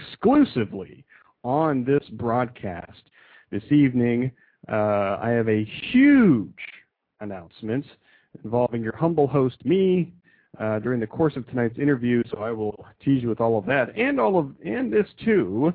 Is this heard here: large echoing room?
no